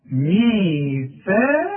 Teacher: هي الساء مرققة لكن القاف مفخمة